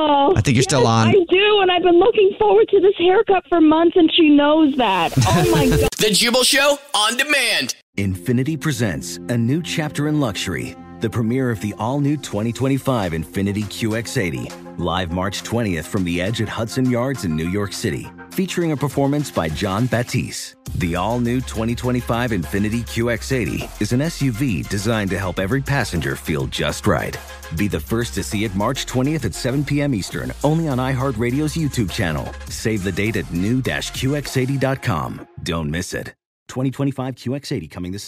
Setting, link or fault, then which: link, phone line